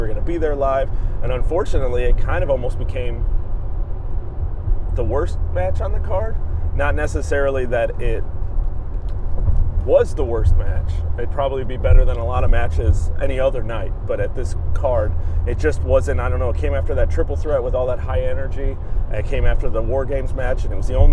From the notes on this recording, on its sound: We were there live and here's our recap and reactions right after the event. Apologies for the audio as we were in a car.